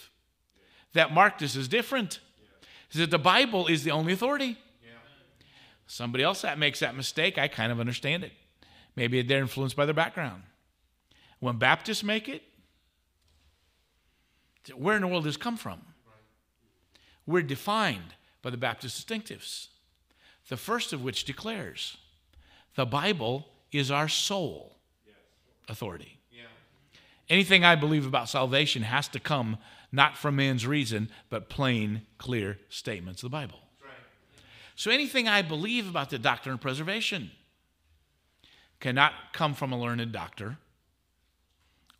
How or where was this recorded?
live audience